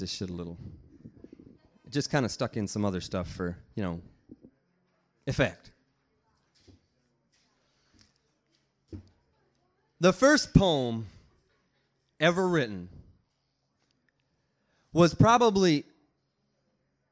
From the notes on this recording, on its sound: Part 1 of the Kzoo Poetry Slam from January 2000 contains the open-mic portion of the show.